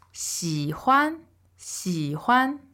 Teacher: XI third tone, H-U-A-N neutral tone